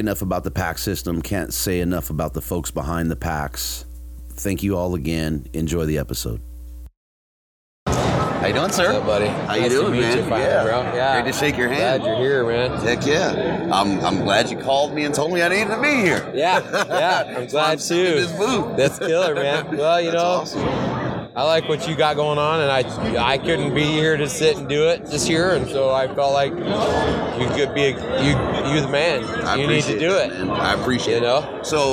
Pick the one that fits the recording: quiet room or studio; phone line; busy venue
busy venue